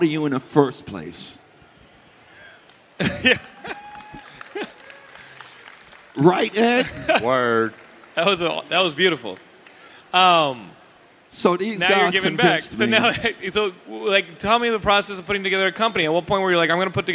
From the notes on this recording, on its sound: Another panel conversation from Stan Lee's Comikaze Expo 2015!